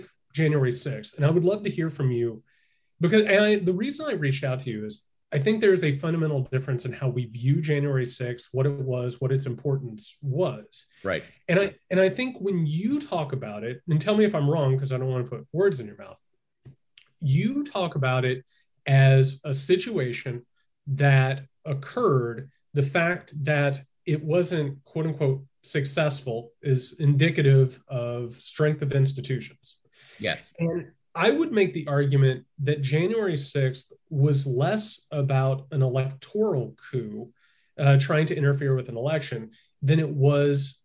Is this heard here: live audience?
no